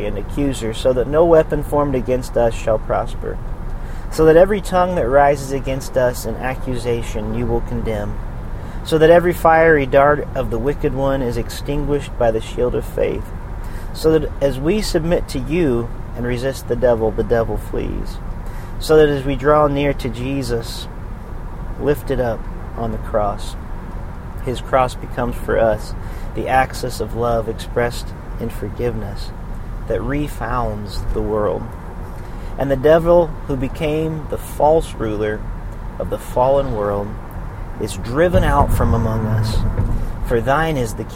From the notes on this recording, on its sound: recorded on the road